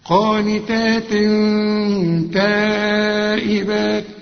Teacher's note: شوف قانتات تنوين وبعد تاء، والتاء من حروف الإخفاء، غن برضو وحنخفي